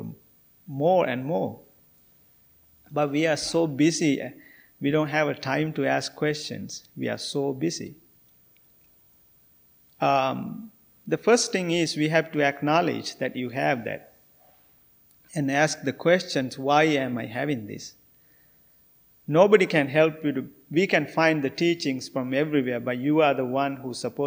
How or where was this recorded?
large echoing room